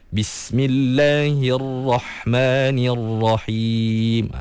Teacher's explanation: Bismillahirrahmanirrahim. Kena angkat sikit pangkal lidah tu biar ra tu lebih tebal.